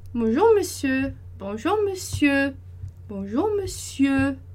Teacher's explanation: E esse E tá mais forte, porque eu terminei minha frase no monsieur